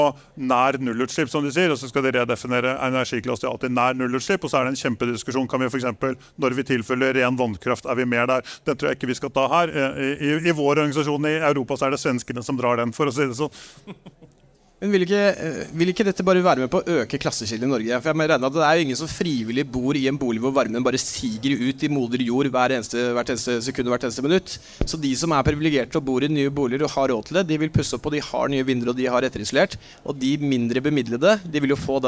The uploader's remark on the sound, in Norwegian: Vi tok praten live fra Arendalsuka